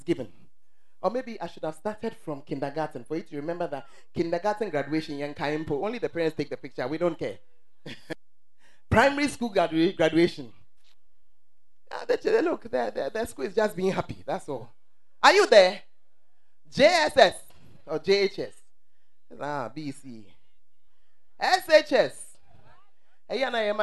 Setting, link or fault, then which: setting, large echoing room